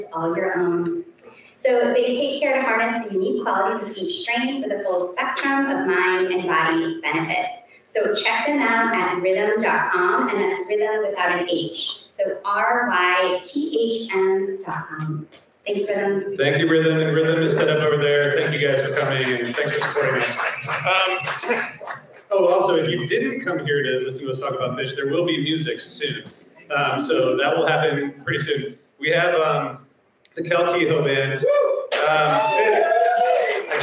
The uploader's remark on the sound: Philadelphia, PA. Live from the Ardmore Music Hall!